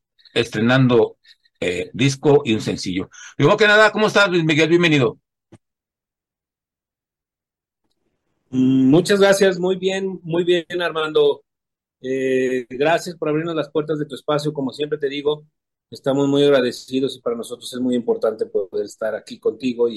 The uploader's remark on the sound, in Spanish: Charlamos via zoom.